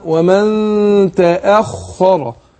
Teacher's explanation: انا برققت الهمزه هنا وفخمت الخاء والراء بعدها